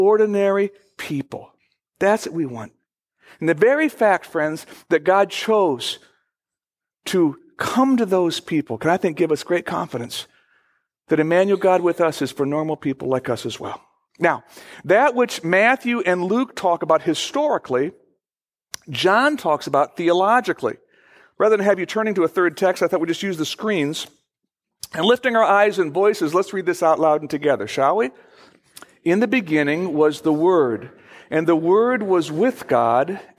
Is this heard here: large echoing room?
yes